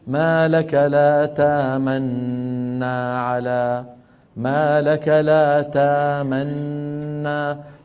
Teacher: فيأتي بنون مشددة لا روم ولا إشمام معها · Term: المحض